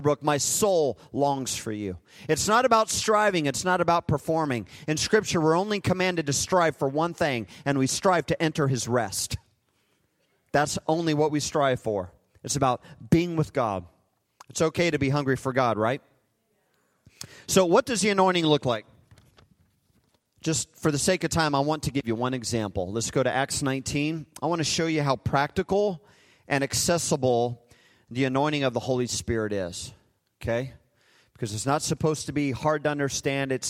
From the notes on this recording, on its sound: Recorded live at Hope Church in Springfield, Mo.